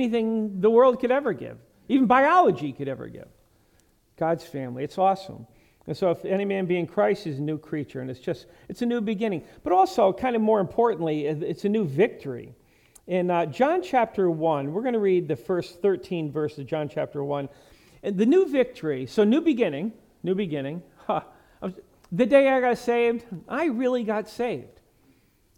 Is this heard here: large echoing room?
yes